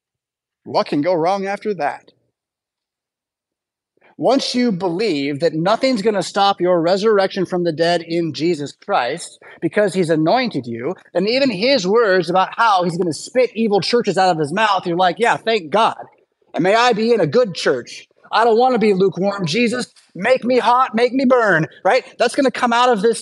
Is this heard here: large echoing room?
yes